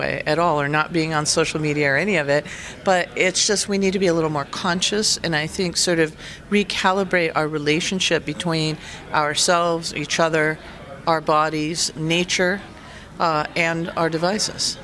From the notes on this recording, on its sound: live from TEX LA.